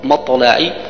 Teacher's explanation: مطلعي ديس حكمين داني، الحكم الأول هو قلقلة الطاء، قلقلة صغرى